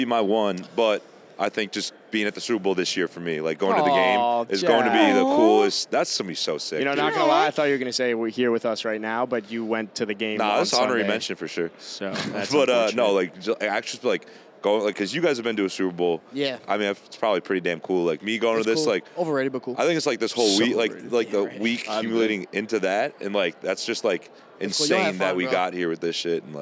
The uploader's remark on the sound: Live from Radio Row at the Super Bowl